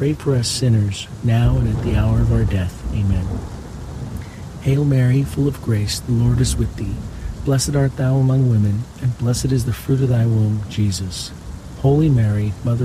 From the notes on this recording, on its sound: HEAVY RAIN. The natural ambient sounds of heavy pouring rain with crackling thunder and lightning will fill your senses with calm and wash away distractions alongside this Monday rosary.